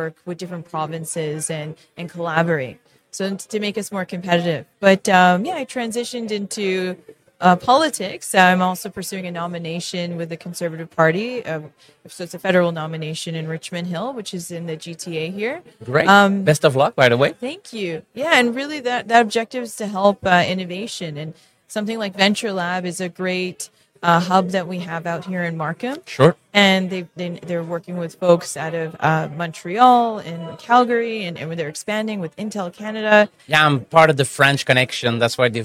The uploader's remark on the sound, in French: En direct du Hardtech à Toronto